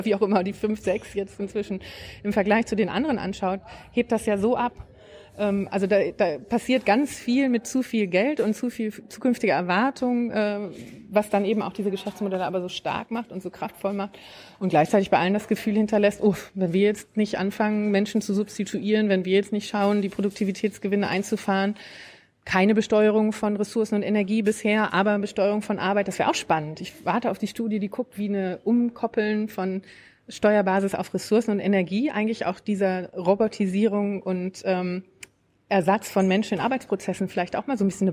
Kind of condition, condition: setting, busy venue